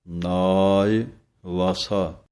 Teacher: ਨੰਨੇ ਦੇ ਕੰਨੇ ਦੀ ਆਵਾਜ਼ ਲੰਮੀ ਦੇਣੀ ਹੈ, ਈੜੀ ਸਿਹਾਰੀ ਦੀ ਆਵਾਜ਼ ਥੋੜ੍ਹੀ ਹੈ